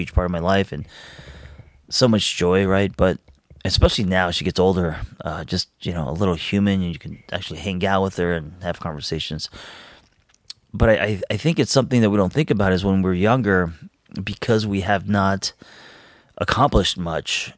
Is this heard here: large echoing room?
no